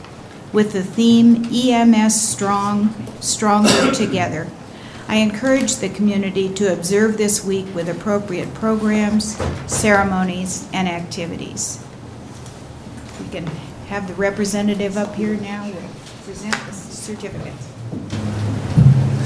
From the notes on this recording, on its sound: Live recording of the Astoria City Council Meeting held May 7, 2018.